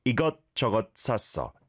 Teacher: The single 시옷받침 is like a T that's caught in the back of your throat